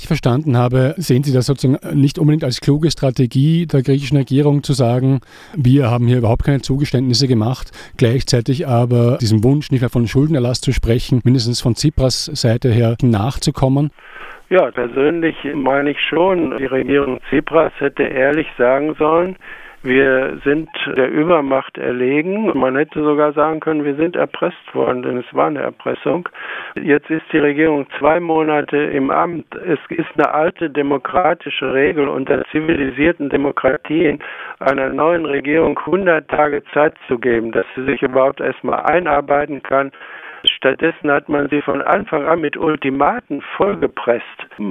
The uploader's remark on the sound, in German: Audioqualität der Telefonleitung leider mittelgut!